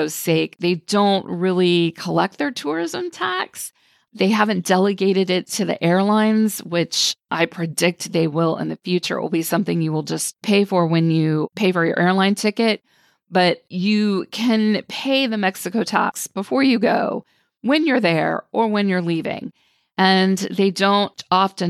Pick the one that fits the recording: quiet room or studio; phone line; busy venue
quiet room or studio